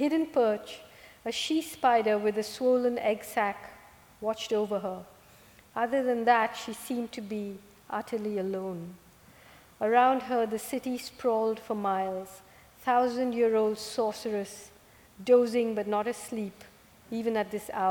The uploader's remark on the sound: recorded this Town Hall Seattle event on June 27.